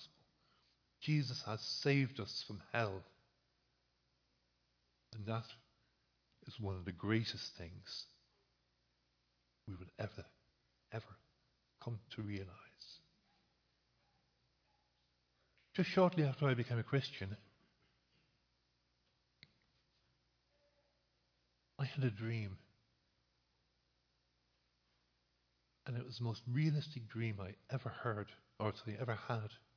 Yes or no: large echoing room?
yes